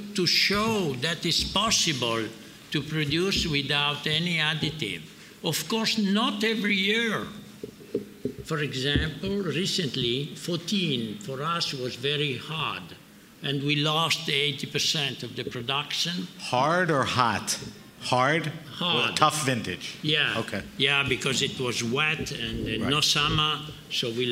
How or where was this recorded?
busy venue